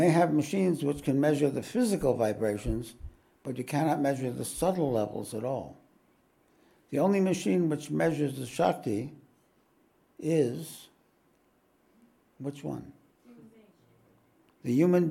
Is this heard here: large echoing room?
yes